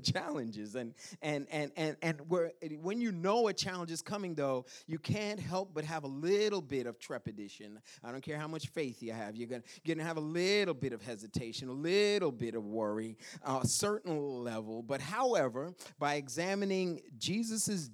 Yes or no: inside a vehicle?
no